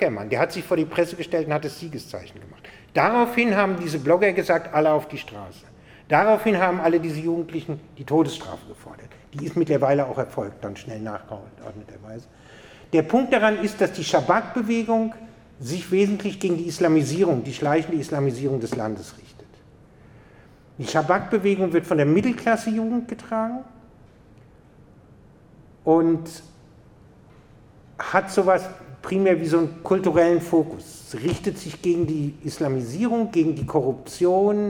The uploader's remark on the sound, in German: Ein Vortrag an der Uni Freiburg